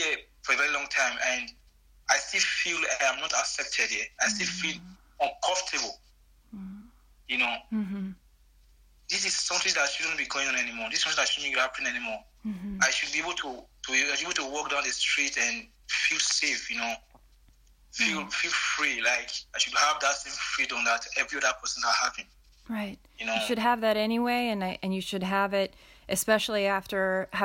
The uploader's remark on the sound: Via phone from Limatola, Italy.